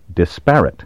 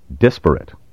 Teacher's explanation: Careful speakers, however, use the traditional and preferred pronunciation, which places the stress on the first syllable · Shown in: second take